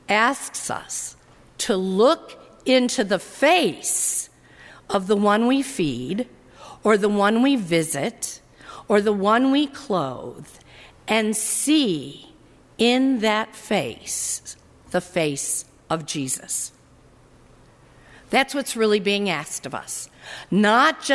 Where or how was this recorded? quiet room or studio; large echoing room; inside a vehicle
large echoing room